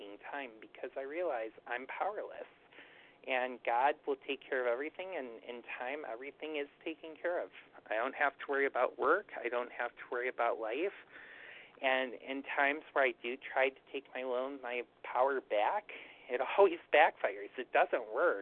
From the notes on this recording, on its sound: 100 Pounders Phone Meeting, 7/21/23